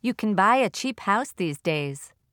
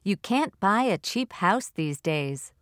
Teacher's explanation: To hear the difference between can and can't, you must listen to the differences in vowel quality and stress.